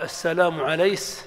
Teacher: والمراد بالكسكسة إما قلب كاف المؤنث الموقوف عليها سيناً فيقال السلام عليس، أو إتباع كاف المؤنث الموقوف عليها سيناً فيقال